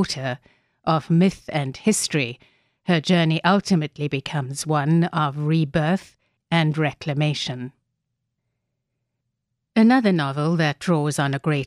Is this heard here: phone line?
no